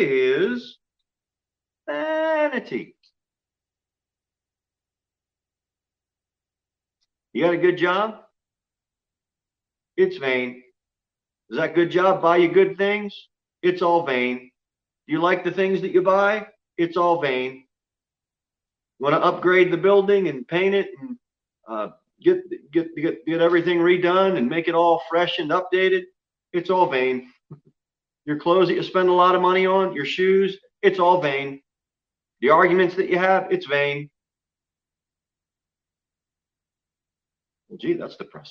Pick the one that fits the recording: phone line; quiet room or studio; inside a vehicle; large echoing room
large echoing room